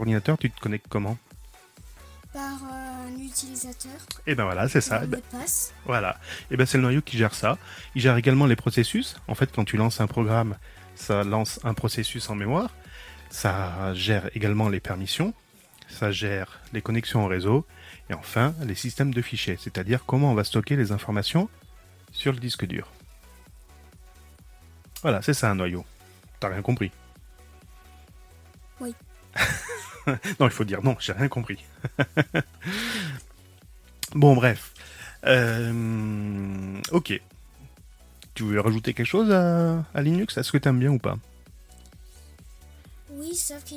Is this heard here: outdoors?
no